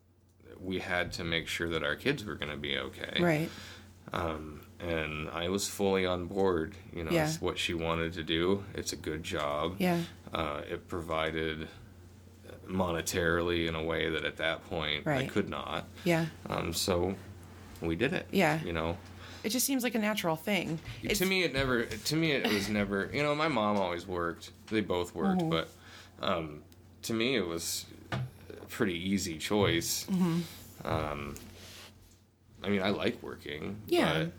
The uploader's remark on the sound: As soon as his interview starts to fade in, after the intro, there are two things going. There was a fire in the fireplace so there's some audible crackling. Opening a can of Guinness. Until about fifty seconds. It happens again about 1/3 of the way through the interview again.